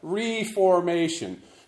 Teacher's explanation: notice that I emphasize the first syllable of that, reformation, to emphasize that it is a verb